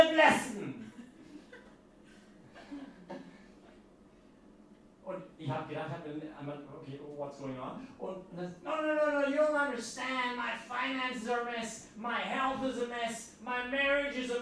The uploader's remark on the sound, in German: Diese Predigt wurde bei der YP Messe am Pfingstsonntag gehalten.